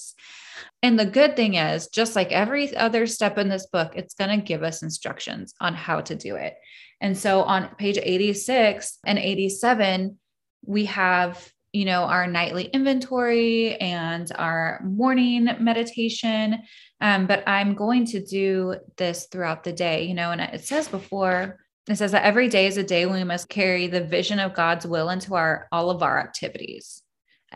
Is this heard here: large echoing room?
no